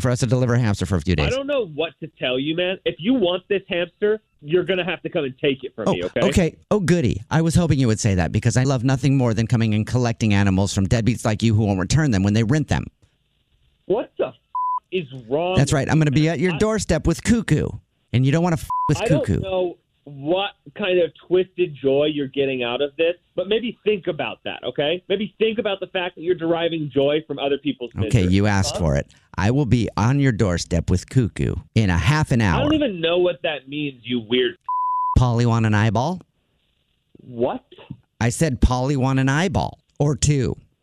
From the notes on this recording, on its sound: Phone Prank.